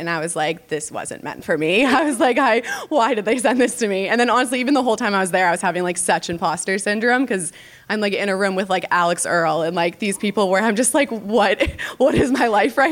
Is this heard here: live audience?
yes